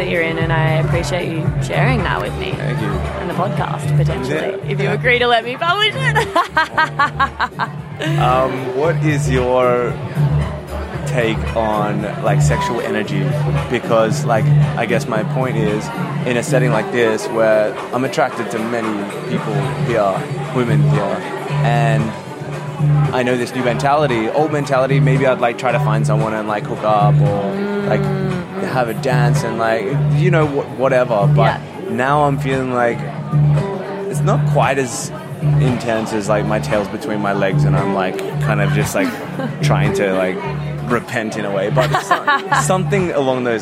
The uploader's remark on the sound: Comfort Creek LIVE. Live from Comfort Creek festival.